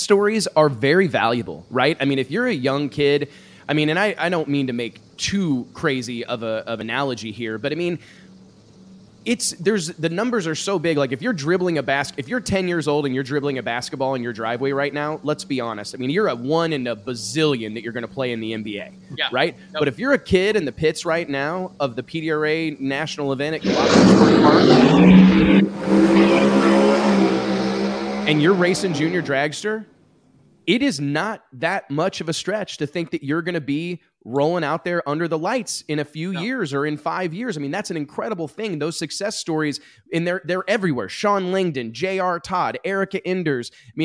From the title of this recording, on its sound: East Coast Nationals Live from Galot Motorsports Park